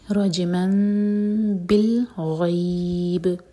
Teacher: کھینچ کر رکیں گے با پر قلقلہ